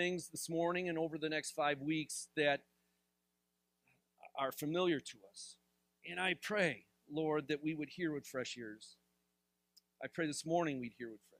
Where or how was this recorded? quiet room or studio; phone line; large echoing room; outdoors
large echoing room